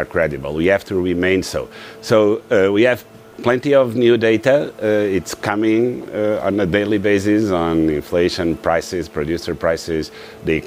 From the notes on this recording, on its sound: We are live in Davos at the World Economic Forum